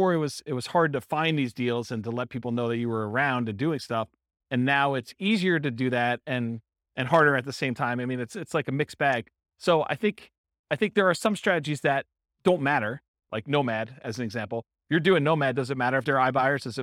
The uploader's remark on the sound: This was a live class recorded. Akron, Ohio.